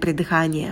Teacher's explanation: В слове cat на «к» добавляем придыхание. Потом у нас идет звук лягушка, открытый звук «э». Челюсть максимально роняем вниз, улыбаемся и ставим челюсть на место. И на «т» добавляем придыхание.